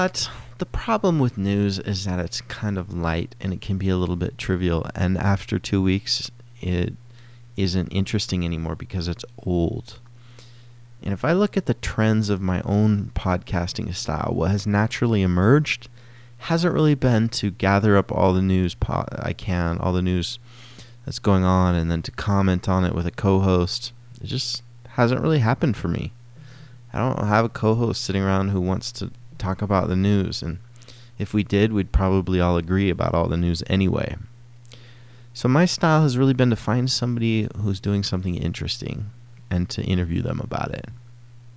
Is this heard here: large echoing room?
no